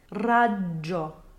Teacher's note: However, since this is a double consonant, there needs to be a slight bounce here as well, stopping on that voiced D sound for a second before moving on to the DZ sound. Raggio.